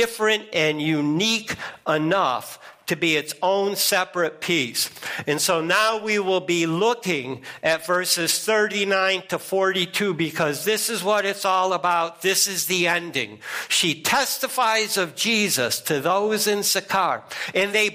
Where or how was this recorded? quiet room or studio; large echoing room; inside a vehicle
large echoing room